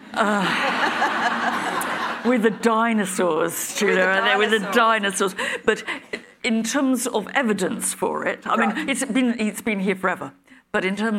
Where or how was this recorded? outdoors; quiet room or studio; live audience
live audience